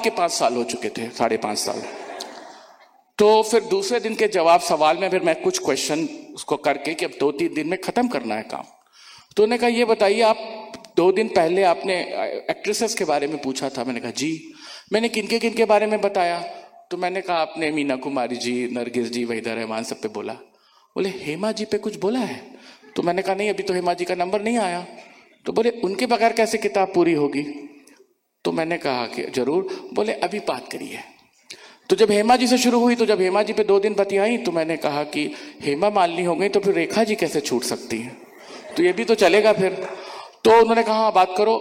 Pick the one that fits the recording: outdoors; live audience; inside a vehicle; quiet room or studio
live audience